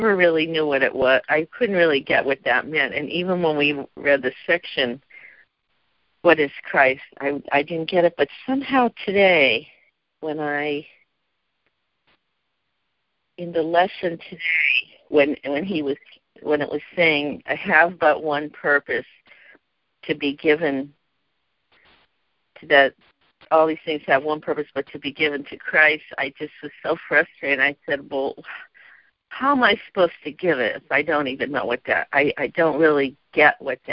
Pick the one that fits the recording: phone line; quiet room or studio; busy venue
phone line